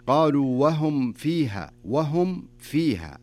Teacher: الميم الساكنة إذا جاء بعدها حرف الفاء نكمل الميم كاملة بدون إخفاء